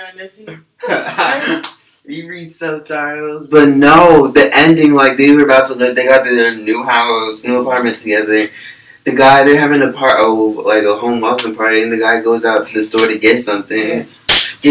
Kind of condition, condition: fault, poor sound quality